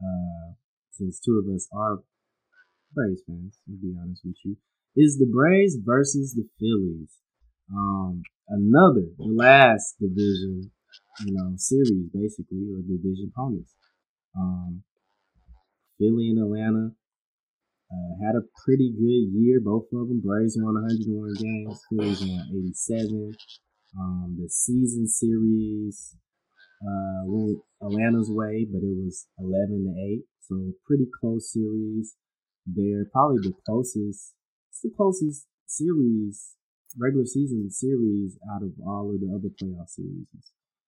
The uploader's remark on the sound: apologies for the audio issues throughout episode!